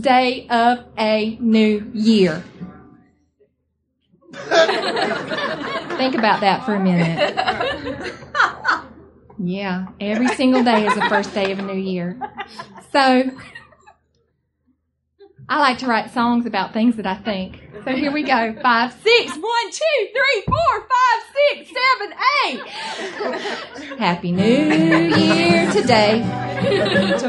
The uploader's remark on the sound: Live from the Punch Line in San Francisco